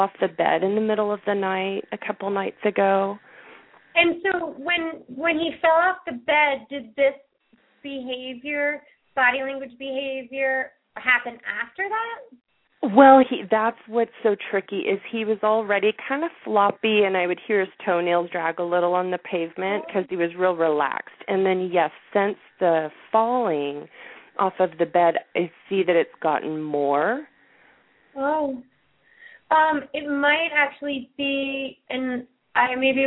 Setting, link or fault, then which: link, phone line